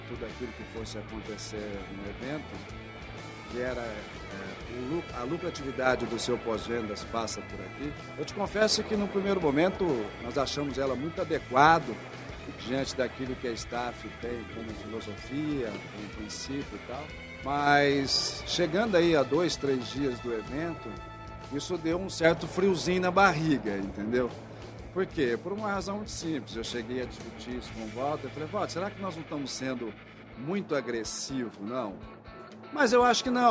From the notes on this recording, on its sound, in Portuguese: Este é mais um episódio do Dirigindo Vendas que foi gravado diretamente do 30° Congresso Expo Fenabrave, no estande da Auto Arremate e Linx.